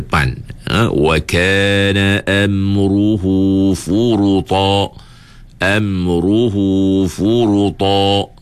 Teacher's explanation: Tebalkan ra itu dengan terangkat pangkal lidah ketika menyebut huruf ra yang tebal itu